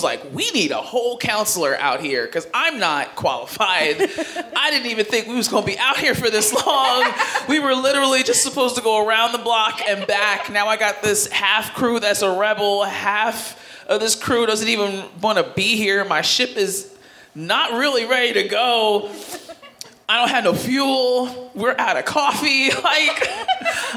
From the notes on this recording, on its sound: Recorded live at Respect: Women’s Podcast Festival in Philadelphia, PA.